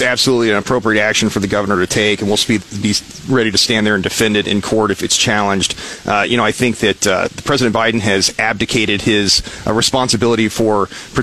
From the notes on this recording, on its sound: joined us live on 939 the Eagle's "Wake Up Mid-Missouri" from the Governor's prayer breakfast in Jefferson City